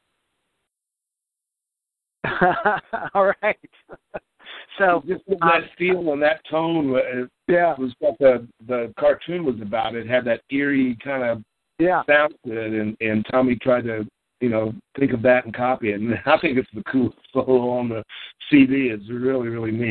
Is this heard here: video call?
no